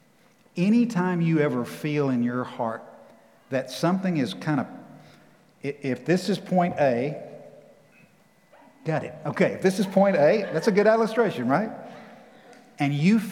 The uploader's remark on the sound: Recorded live at The Fellowship in Nashville on June 13, 2021.